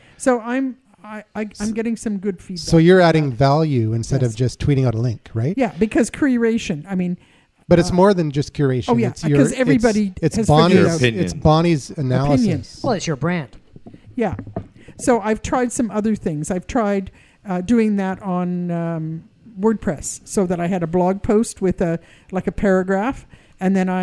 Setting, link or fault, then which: setting, live audience